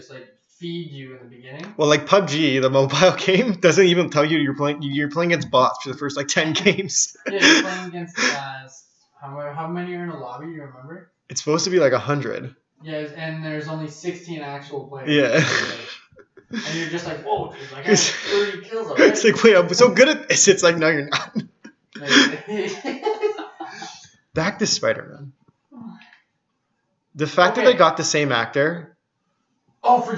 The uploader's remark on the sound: I really fucked this one up, listen if you want, sounds like ass the whole way through.